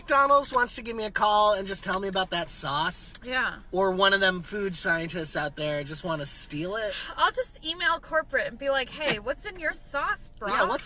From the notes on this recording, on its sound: Sometimes, it’s just kinda hard to talk in the car. It's a minisode field trip!